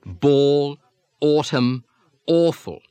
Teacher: the broadest, most pushed forward vowel in English speech · Term: or sound